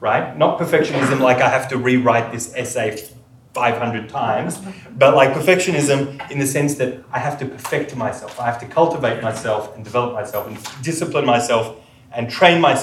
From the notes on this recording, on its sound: Recorded with permission at Yom Limmud, Sydney 2018.